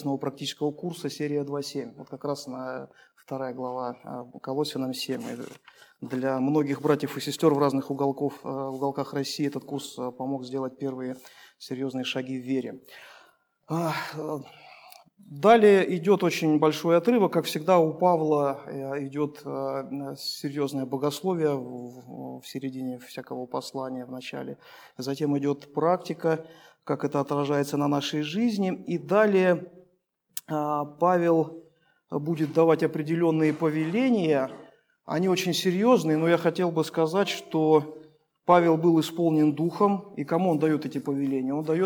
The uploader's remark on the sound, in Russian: Полная запись богослужения